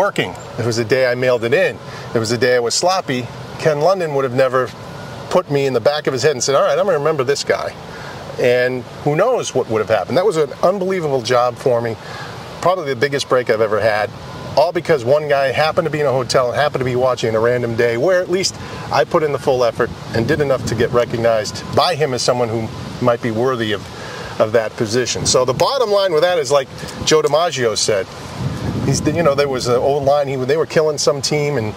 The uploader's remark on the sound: walk and talk in Walpole Massachusetts